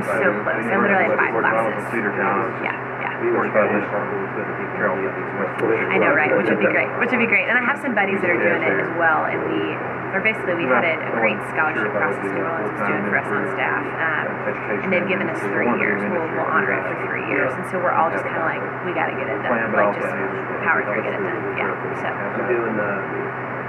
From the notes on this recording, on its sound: Jonesboro Breakout Session 1. This episode has technical audio issues.